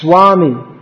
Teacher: What's written as V is pronounced more like a W.